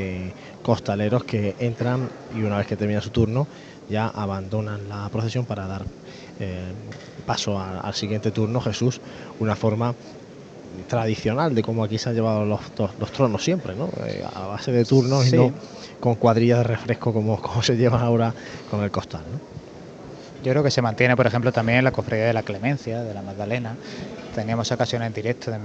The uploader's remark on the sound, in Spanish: Retransmisión en directo de la Madrugada en Jaén en el año 2023.